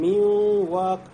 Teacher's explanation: Из хайшума, да, из носовой полости выходит качество этого звука гунна.